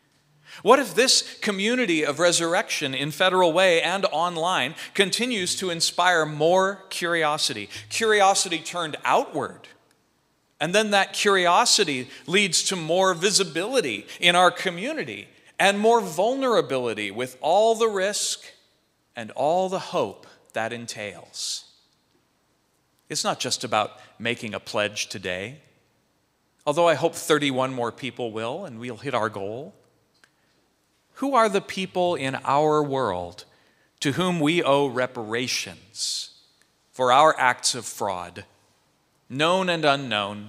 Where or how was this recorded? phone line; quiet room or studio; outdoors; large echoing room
large echoing room